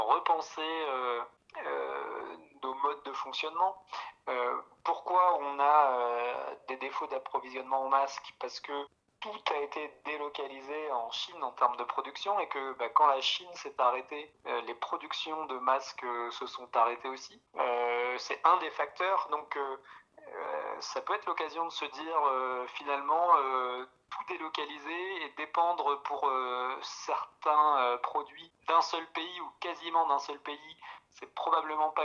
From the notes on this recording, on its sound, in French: il et elle racontent au téléphone